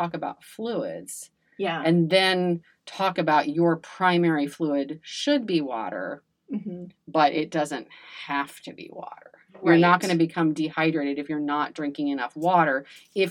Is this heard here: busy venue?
no